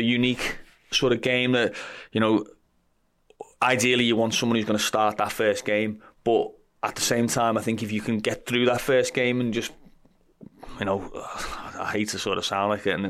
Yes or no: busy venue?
no